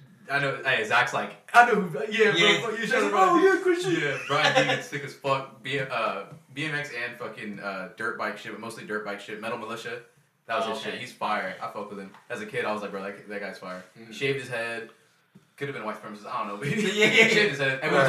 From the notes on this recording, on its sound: Sorry about the audio not sounding as clear as usual, we are still working some shit out!